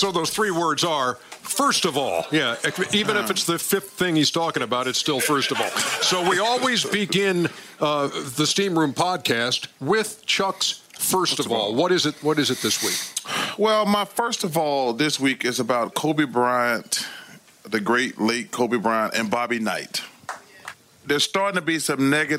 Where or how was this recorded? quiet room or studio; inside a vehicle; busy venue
busy venue